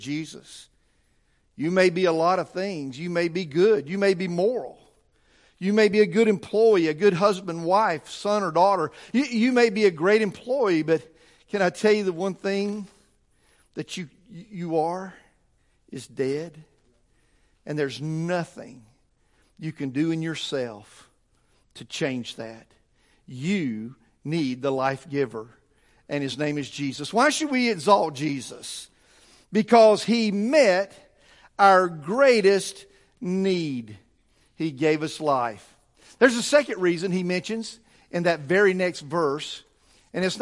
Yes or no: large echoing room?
yes